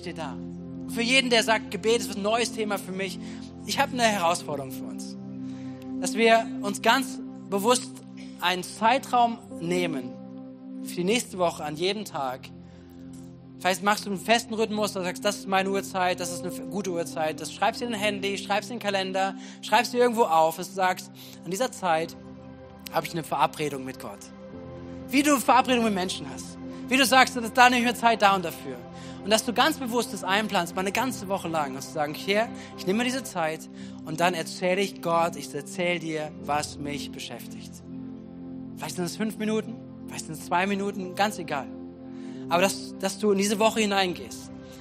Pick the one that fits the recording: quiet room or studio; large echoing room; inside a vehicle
large echoing room